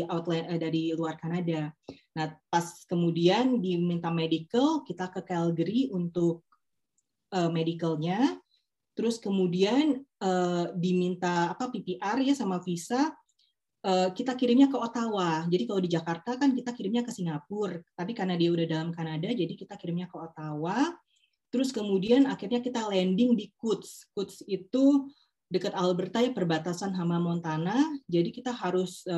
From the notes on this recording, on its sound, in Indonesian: dalam sesi zoom kali ini